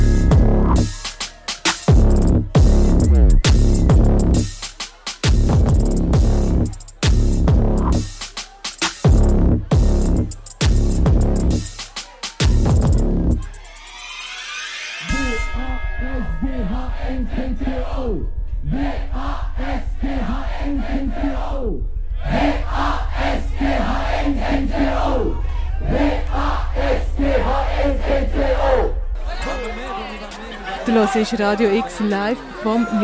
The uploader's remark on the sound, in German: Radio X sendete live vom Sommercasino und der Padelhalle und übertrug Konzerte, Lesungen und Interviews.